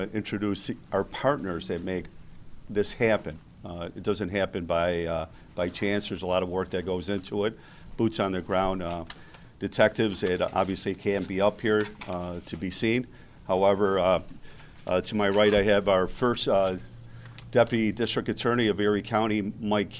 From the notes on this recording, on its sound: Erie County Sheriff's Office press conference.